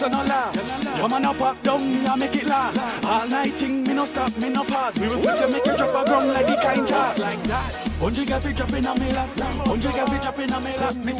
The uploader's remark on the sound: Live audio recording